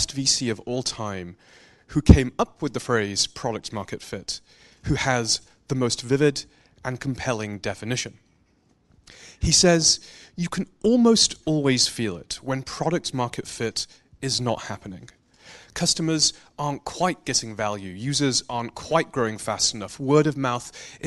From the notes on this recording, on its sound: takes questions from the LAUNCH Scale audience